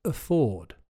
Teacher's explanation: The stress is on the second syllable, so the AF at the beginning is weak, and you say afford.